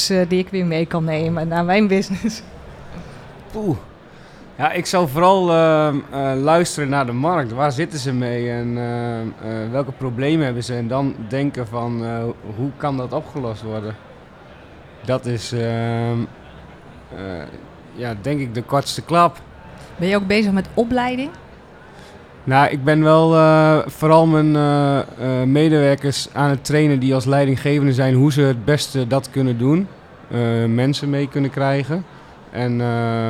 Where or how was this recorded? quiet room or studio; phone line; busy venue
busy venue